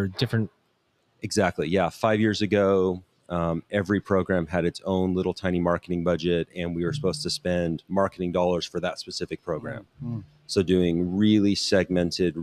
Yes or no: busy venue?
yes